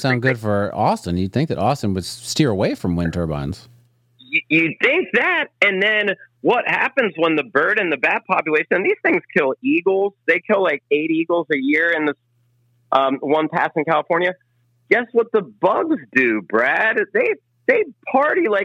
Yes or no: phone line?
yes